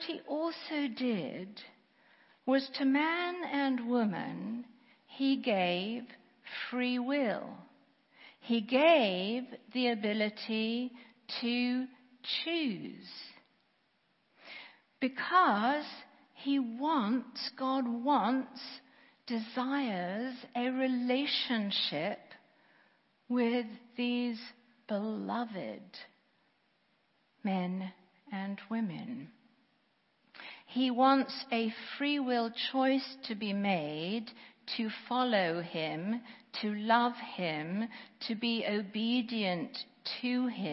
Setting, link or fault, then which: setting, large echoing room